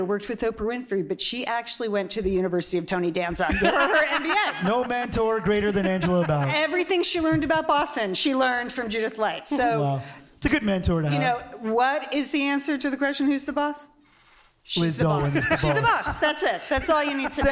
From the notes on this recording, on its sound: For today’s episode, we’re coming to you live from the LA Times Festival of Books.